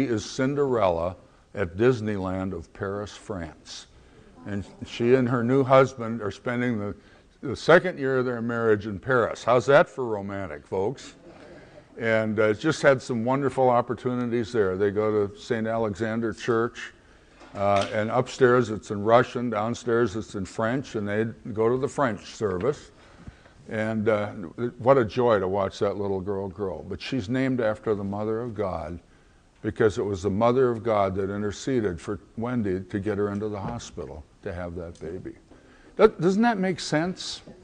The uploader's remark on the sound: at the 2009 Conference on Missions and Evangelism of the Antiochian Orthodox Christian Archdiocese of North America